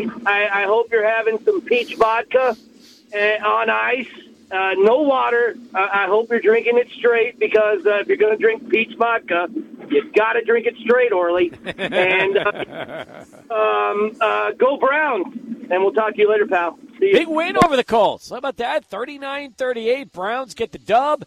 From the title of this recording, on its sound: Live at Border City Alehouse for Monday Night Football